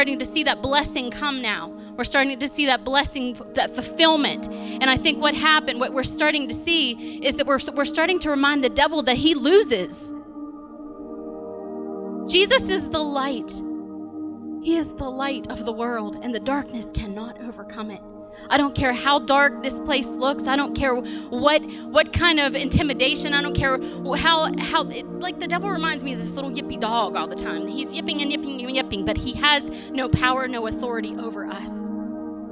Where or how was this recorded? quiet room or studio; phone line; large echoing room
large echoing room